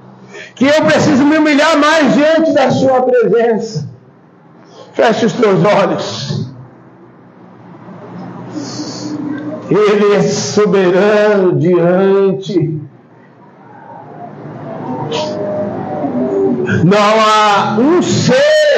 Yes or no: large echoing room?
yes